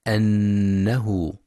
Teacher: ينتبه القارئ لغنة النون المشددة في كلمة أنه، فهي أكمل ما تكون. كذلك ينتبه لفتح الهمزة وعدم كسرها، فلا يقرأ إنه.